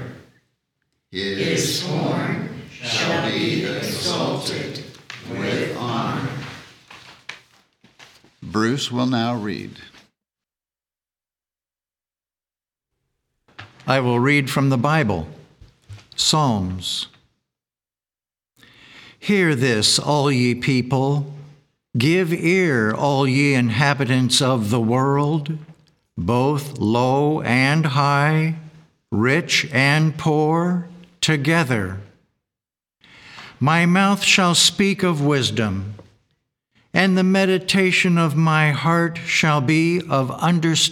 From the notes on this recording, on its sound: The Sunday service audio